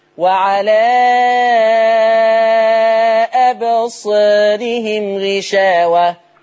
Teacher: أي ألف بعدها راء مكسورة ورش بيقلل الألف ديت، ما يقولش صا، ما يفتحش الحرف فتحة كاملة